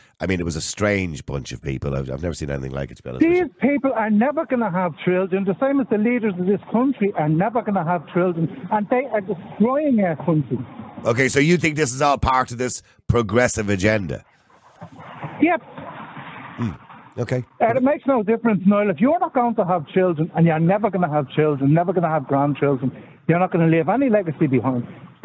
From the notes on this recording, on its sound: opens the phone lines for callers to express their views